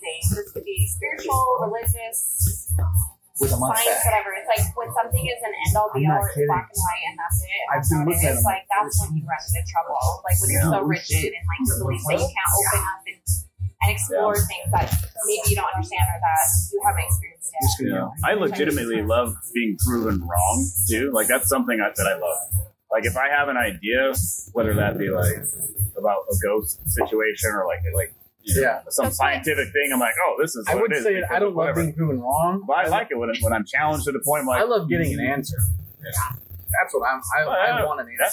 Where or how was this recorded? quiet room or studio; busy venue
busy venue